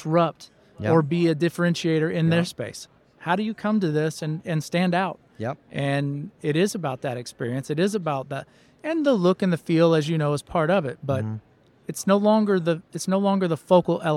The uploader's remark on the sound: LIVE from the Trade Show Floor at ExhibitorLIVE.